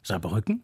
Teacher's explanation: den Ort Saarbrücken spricht man mit der Betonung auf der mittleren Silbe